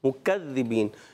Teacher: مكذبين میں ذال کی ادائیگی کلیئر، مكذبين زا جیسی آواز نہیں